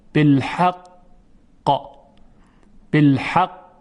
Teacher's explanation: این قاف پرتاب میشه، حالت جهش داره · Term: قلقله